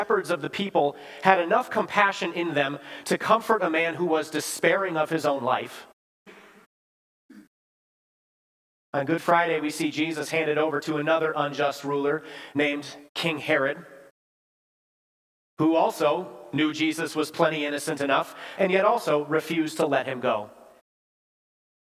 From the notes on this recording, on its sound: Bethany, Appleton, WI. Preached this sermon at Bethany's Good Friday worship on April 7, 2023.